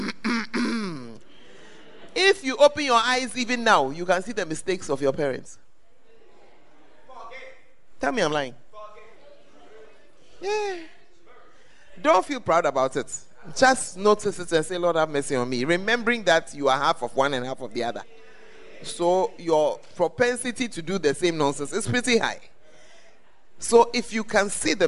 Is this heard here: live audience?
yes